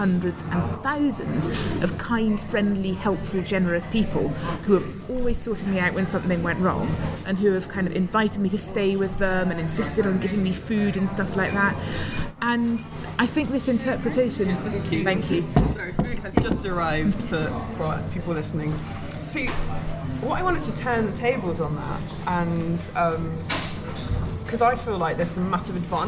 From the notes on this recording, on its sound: I took her for lunch - excuse the background noise -.